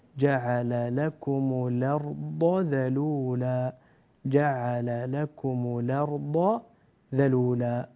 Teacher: ضرورة الفصل بين حرف الضاد وحرف الذال، نظرا لقرب مخرجيهما فإن النطق يحتاج إلى مزيد عناية.